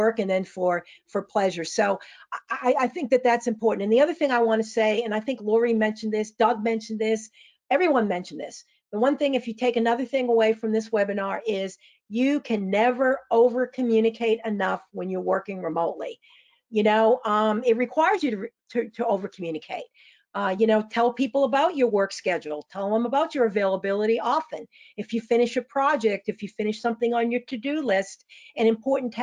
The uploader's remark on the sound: Part 3 of CoSIDA's Listening and Leading webinar series presented by Capital One